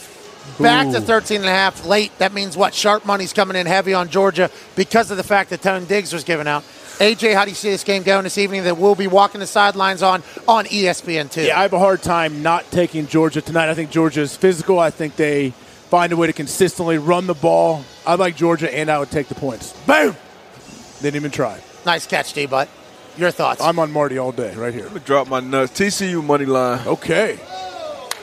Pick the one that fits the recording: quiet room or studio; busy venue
busy venue